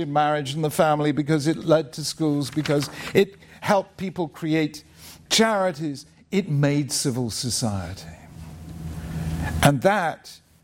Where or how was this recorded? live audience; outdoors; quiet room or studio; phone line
live audience